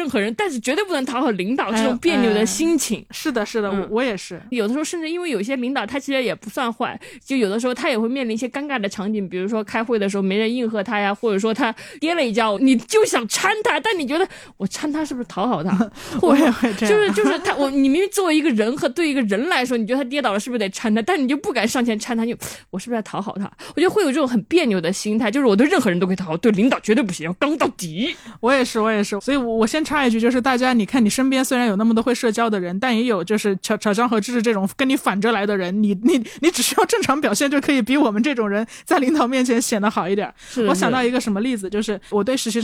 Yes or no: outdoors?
no